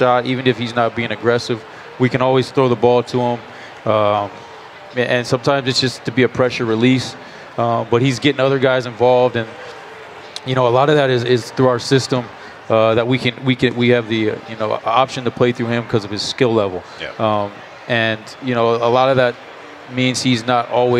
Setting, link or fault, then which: setting, busy venue